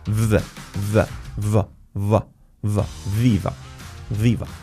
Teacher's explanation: y la V es V, V, V, V. Una F sonora.